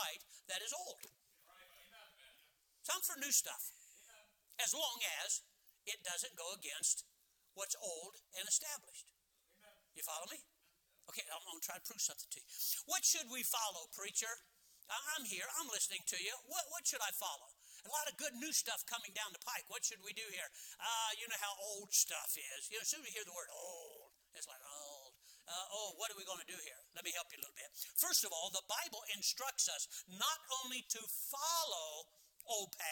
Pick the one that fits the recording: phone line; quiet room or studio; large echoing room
large echoing room